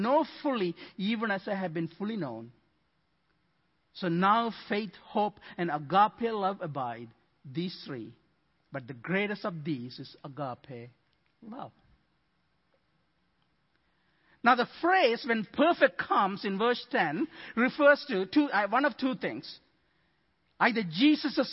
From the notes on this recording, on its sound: Midland Evangelical Free Church Sermon Audio